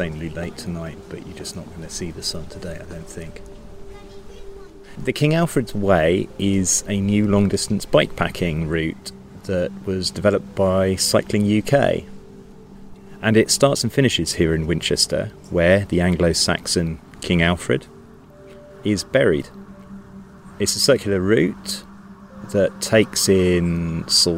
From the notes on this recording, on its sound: takes over on the mic as he sets off to ride the King Alfred's Way in the south west of England